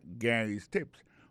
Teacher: Regardez où il a prononcé le nom Gary. Alors, accent tombe sous premier syllabe. Gary's Tips.